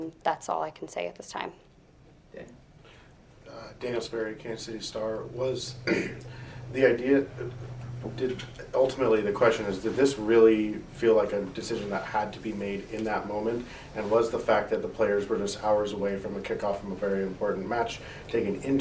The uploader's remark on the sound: Got together in a coffee shop after the press conference. We also play the audio from our first two questions part-way through.